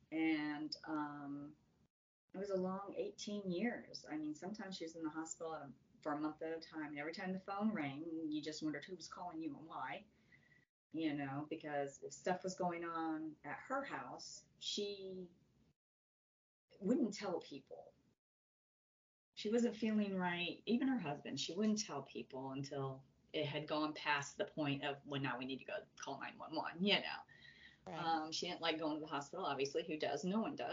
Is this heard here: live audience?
no